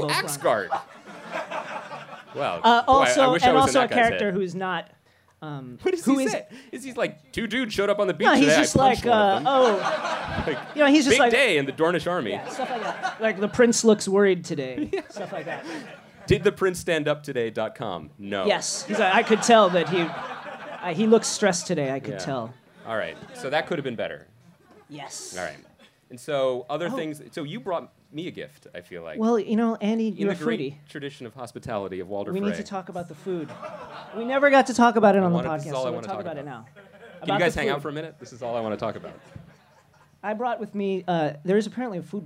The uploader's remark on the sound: live and onstage in Brooklyn